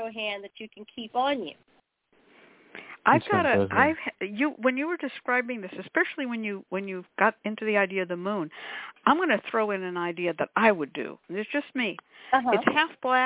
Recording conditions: phone line